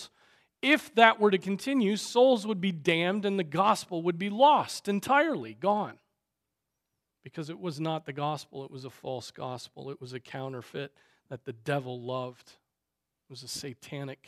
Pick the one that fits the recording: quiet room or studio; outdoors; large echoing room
large echoing room